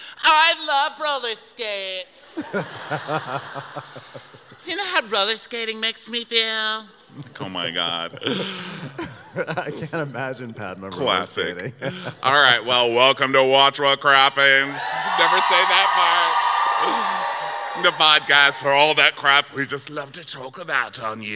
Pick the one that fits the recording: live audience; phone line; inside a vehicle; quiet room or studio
live audience